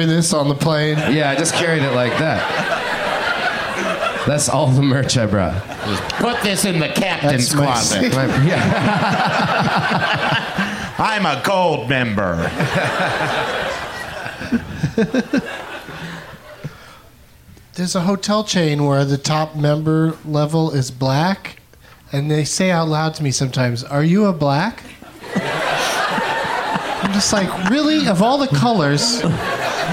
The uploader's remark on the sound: Live from the Cap City Comedy Club in Austin